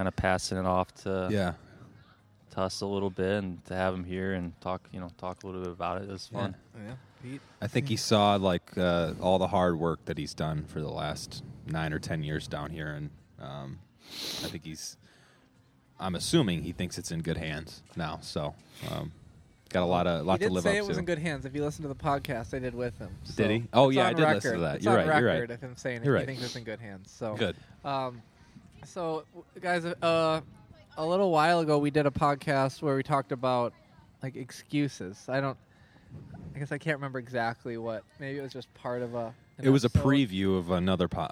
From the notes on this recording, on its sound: Come to you live from the patio at Canal Shores in our first podcast of the summer.